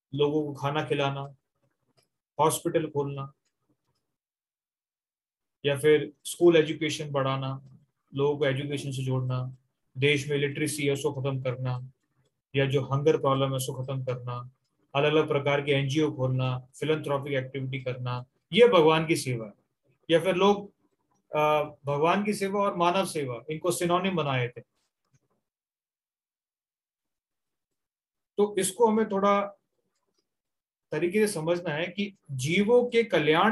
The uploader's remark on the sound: Zoom recorded class